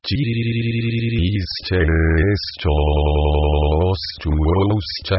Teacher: Hay que vocalizar la S, como un sonido sibilante y agudo semejante a aquel que producen los frenos de aire comprimido, un sonido prolongado, un sonido sibilante.